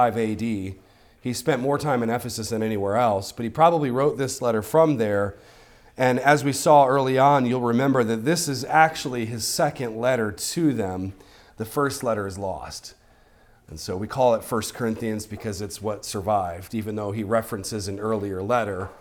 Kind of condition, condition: setting, large echoing room